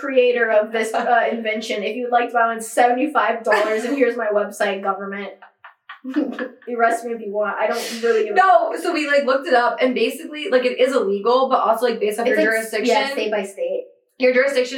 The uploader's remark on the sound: Sorry about the audio, next week will be crispy we promise.